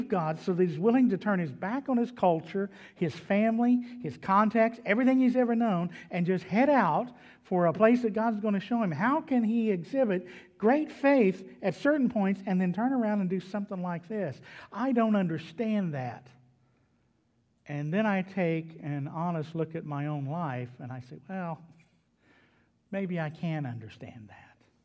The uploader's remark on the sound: was delivered at Trinity Baptist Church on Wednesday evening, June 16, 2021.